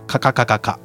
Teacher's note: カは喉の奥に力が入って喉が締まることで発音します